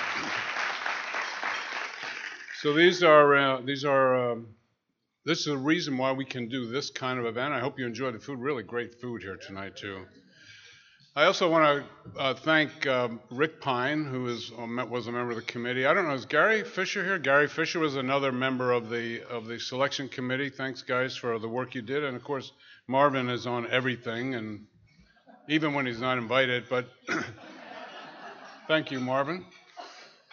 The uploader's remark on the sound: 2017 NAATP Awards Banquet. This is the Leadership Awards Banquet.